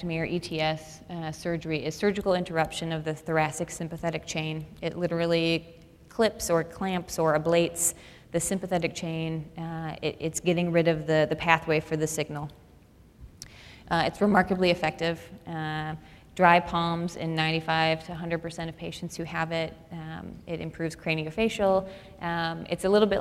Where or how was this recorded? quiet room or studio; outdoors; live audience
live audience